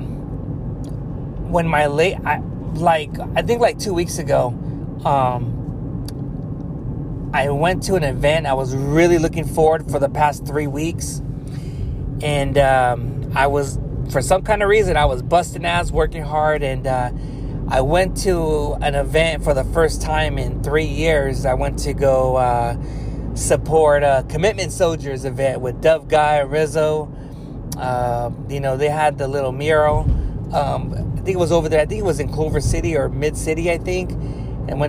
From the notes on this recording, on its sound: Car Talks. While driving home from work.